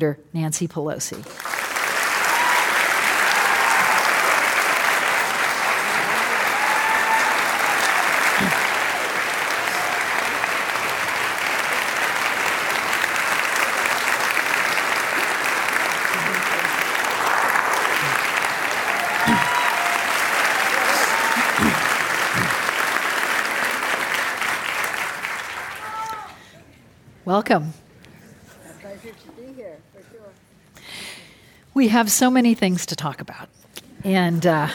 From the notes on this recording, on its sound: This program was recorded in front of a live audience at The Marines Memorial Theatre in San Francisco on May 29th, 2019.